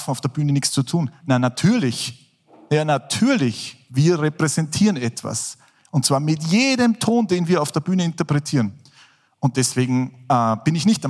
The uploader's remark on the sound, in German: Live vom FAQ Bregenzerwald 2023. In der Tischlerei und Zimmerei Kaufmann in Reuthe.